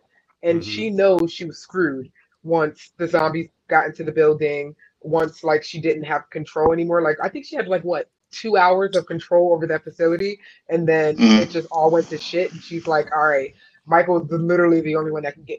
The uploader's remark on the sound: Recorded via FB Live on Dec 6, 2023.